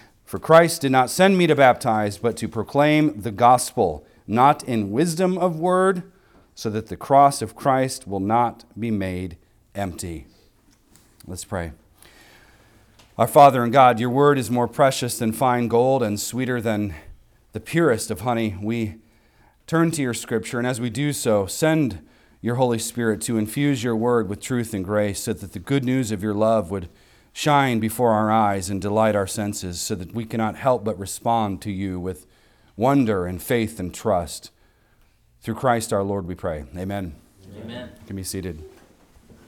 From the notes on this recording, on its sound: Recorded on Sunday, January 21st, 2024, at the weekly worship gathering of Cross & Crown Church.